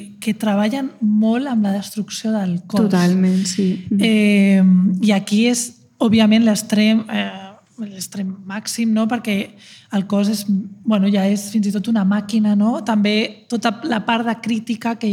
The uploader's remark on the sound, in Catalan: Gravat en viu en el marc de la Jornada de Pòdcasts per Combatre la Pressió Estètica com a iniciativa del Departament d’Igualtat i Feminismes de la Generalitat de Catalunya i Radio Primavera Sound.